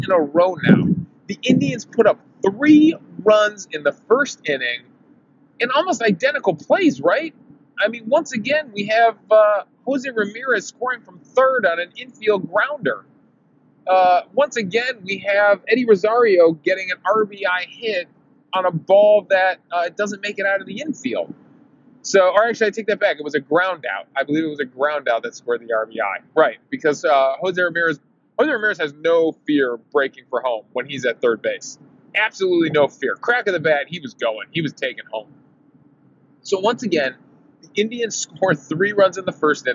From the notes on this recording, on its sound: I recorded this episode driving home from the game in my car.